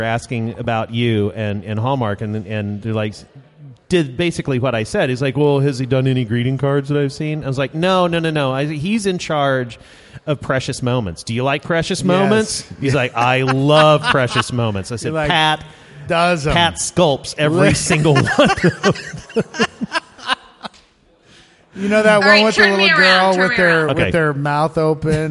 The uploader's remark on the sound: Live from the Fan Appreciation Party sponsored by Squarespace, at 8183 Studio in Kansas City. What a great turnout we had for our party. Discuss the state of interactive advertising with the audience.